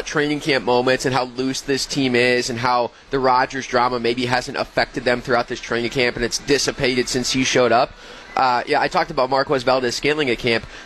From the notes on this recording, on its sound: Live From Summerfest.